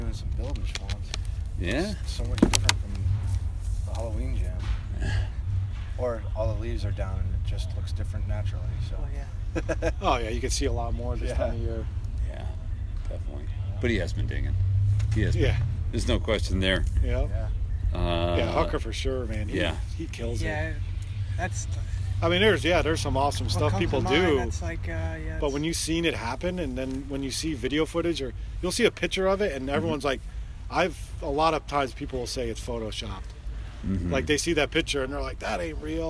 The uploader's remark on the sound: This podcast interview was recording during the mid school bike swap and dig day, the place was hopping with volunteers and vendors